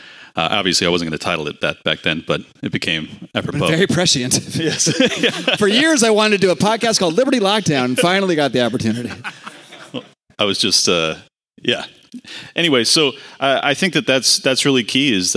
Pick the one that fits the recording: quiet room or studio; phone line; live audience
live audience